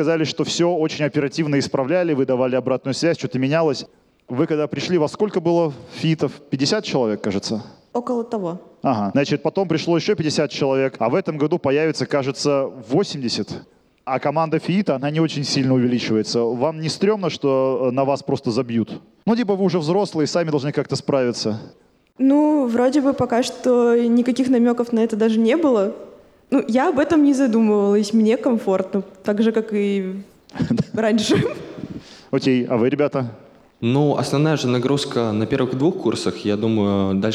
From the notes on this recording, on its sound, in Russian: Мы записали этот сезон в рамках встречи с абитуриентами 24 июля. Из-за пандемии всех-всех позвать мы не могли, но записали разговор для тех, кто не попал.